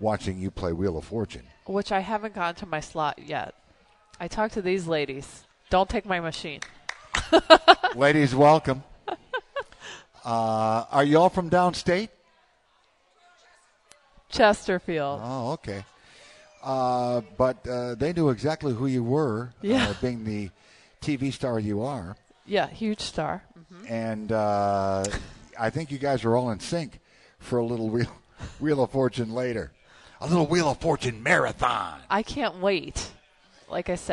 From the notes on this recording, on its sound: LIVE from Soaring Eagle Casino & Resort in Mt. Pleasant for a special edition of The WJR Sports Book.